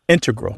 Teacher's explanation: Just to clarify here, both correct, but the mathematicians and math-using scientists are more likely to say integral with the stress on the first syllable